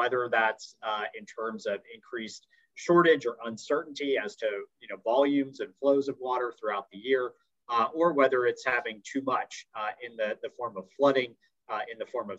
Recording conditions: video call